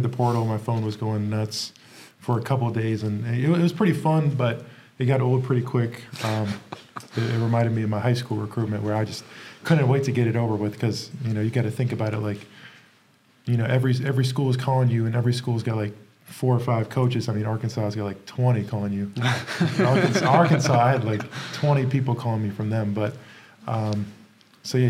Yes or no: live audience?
yes